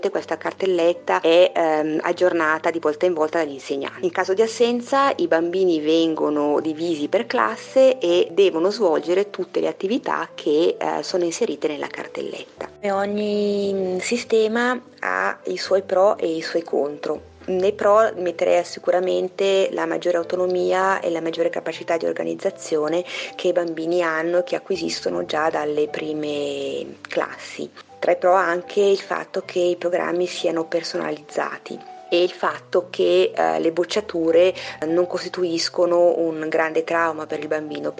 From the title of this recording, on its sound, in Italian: Chiacchiere al telefono